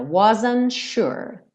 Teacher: Aqui o T do wasn't dá uma sumida.